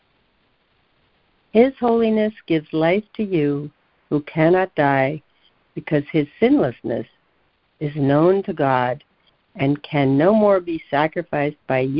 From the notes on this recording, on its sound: ACIM Daily Conference Call.